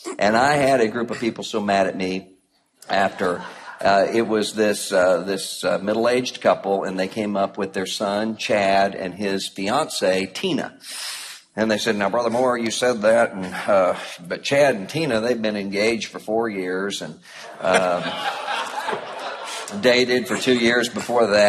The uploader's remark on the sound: Live from National Conference 2014. Audio from the Live Q&E Event. At the ERLC 2014 National Conference.